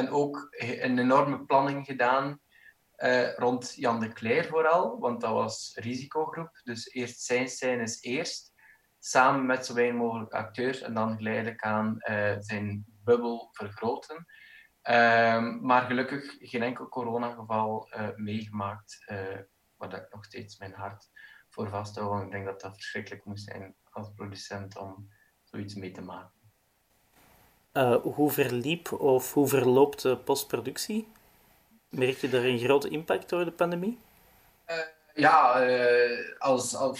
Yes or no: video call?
yes